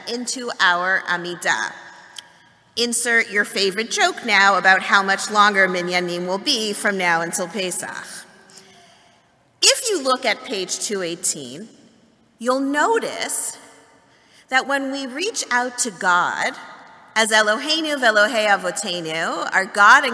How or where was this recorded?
large echoing room